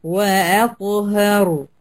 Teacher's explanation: قلقلت الطه كانت شديدة وتخلصنا من شدتها بالقلقلة